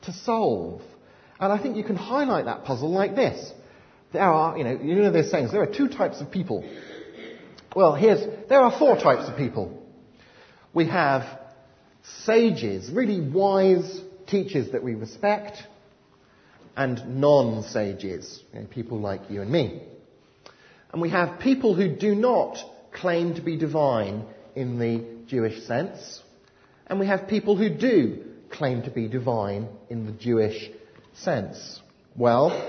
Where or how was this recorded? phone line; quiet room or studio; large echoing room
large echoing room